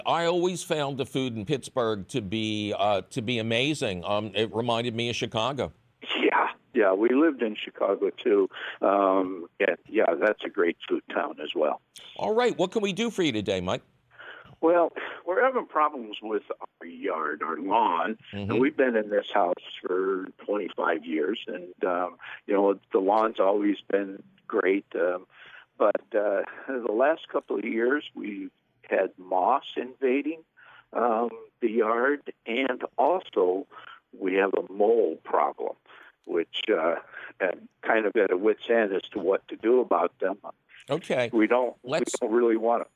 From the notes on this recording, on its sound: Otherwise, it’s a fabulous phone call show!